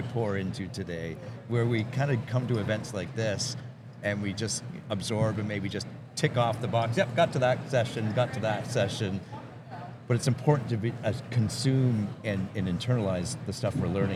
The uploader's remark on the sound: Video Podcast. Filmed on location at the highly anticipated Keller Williams Family Reunion.